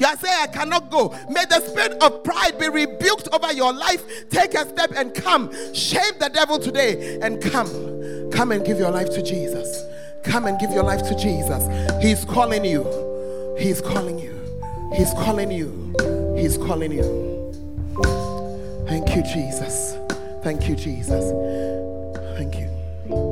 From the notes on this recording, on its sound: Preached at First Love Center Ayeduase